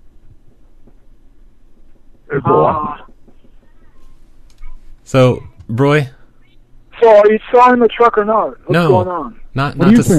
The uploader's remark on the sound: …'s Personal Prank Phone Calls Collection.